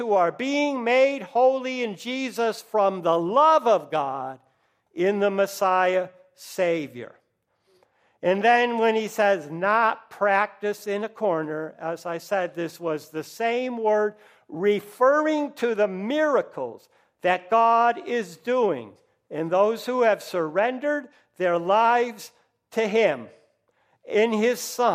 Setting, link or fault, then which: setting, large echoing room